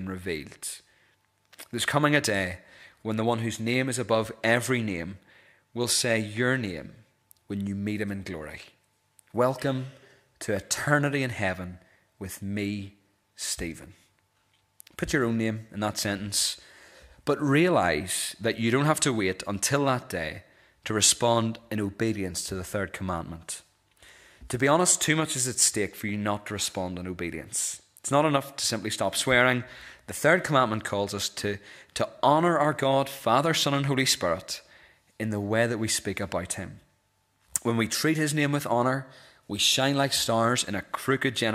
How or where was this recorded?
large echoing room